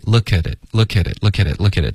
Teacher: 这个科特别软可是不会浊成一个歌的音